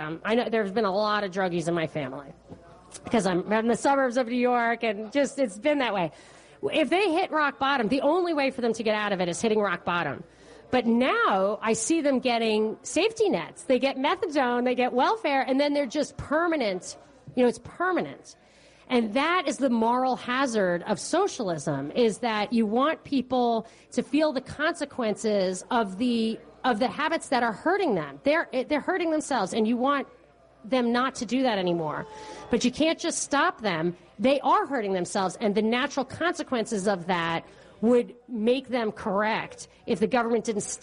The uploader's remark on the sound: Live Event. Show originally aired live at Harp Irish Pub in Roswell, Georgia.